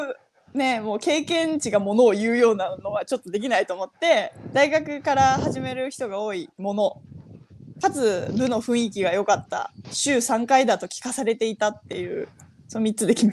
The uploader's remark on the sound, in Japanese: 東京都三鷹市の鴨志田農園。歩きながら1時間、対談する。